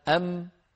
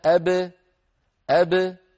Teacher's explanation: أم خرجت بالتصادم بين الشفتين، بينما أب خرجت بالتباعد بين الشفتين · Term: المقلقل